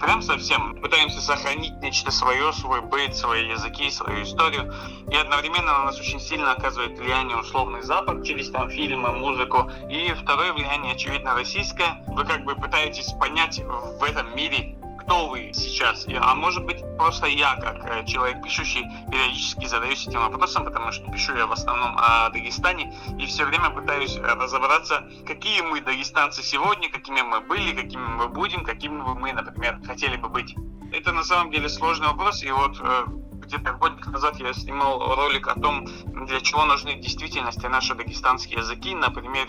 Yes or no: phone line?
yes